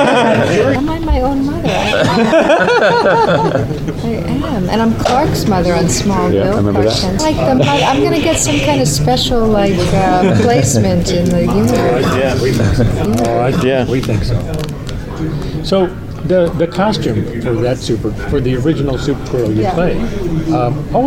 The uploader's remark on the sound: Recorded at SDCC.